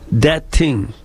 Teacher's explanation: they'll say the TH as a D sound, that thing, or as a T sound, depending on the kind of vowel